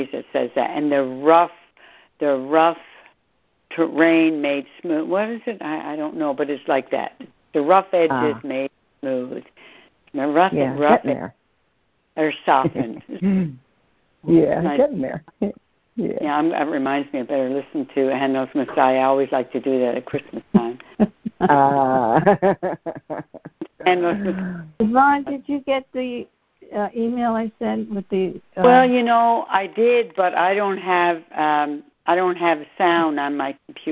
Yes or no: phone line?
yes